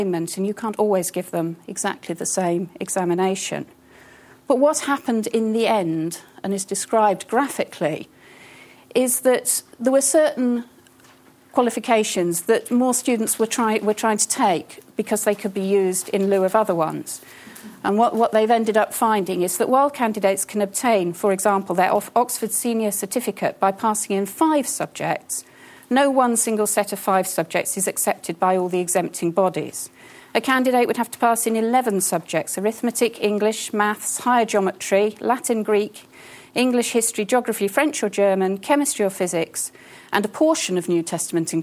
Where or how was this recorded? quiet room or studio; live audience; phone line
live audience